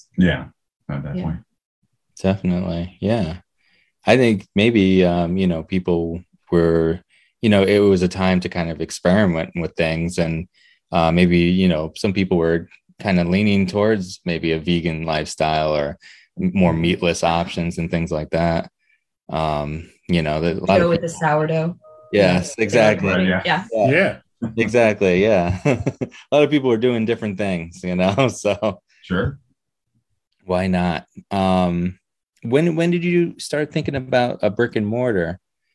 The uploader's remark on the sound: Recorded Live on Zoom on 8/30/2021